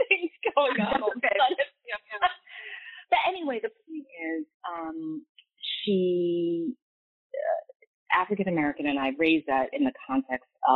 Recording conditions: poor sound quality